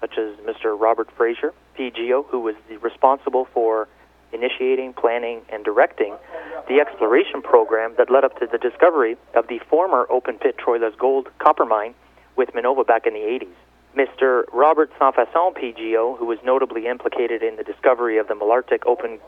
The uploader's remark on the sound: called in to SmallCapVoice.